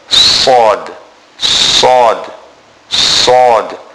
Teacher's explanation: the letter Sod is pronounced when the tip of the tongue touches the edge of the two lower front teeth, including the two upper front teeth.